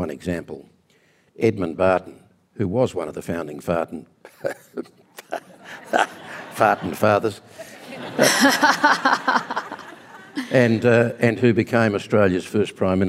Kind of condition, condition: setting, live audience